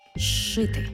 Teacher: У слові «зшити» – «з» – свистячий, поряд «ши» – шиплячий. А разом «з» плюс «ши» на початку слова читаємо як подовжений звук «ши».